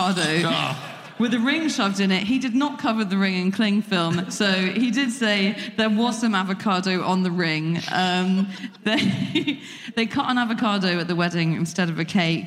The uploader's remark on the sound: Live from Liverpool